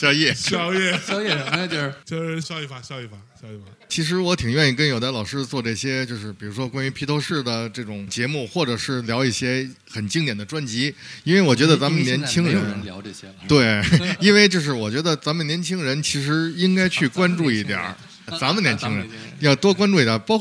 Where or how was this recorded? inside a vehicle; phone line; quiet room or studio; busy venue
busy venue